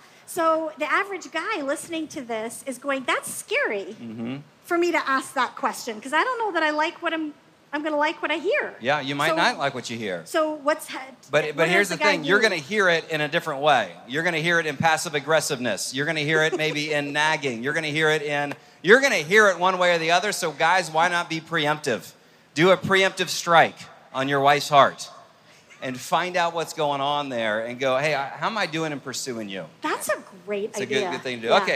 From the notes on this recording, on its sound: Gathered from a live audience at FamilyLife's Love Like You Mean It cruise.